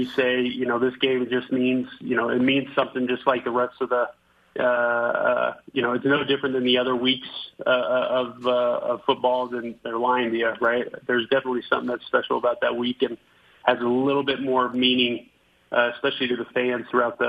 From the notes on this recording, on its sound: joined over the phone